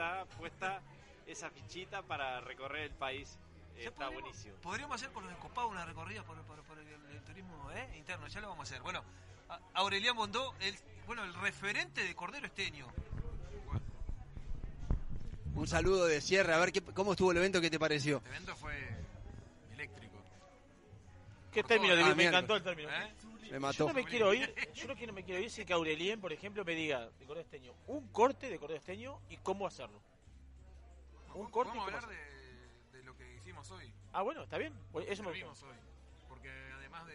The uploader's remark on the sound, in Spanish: Edición especial, saldremos en vivo desde el restaurante Imarangatú.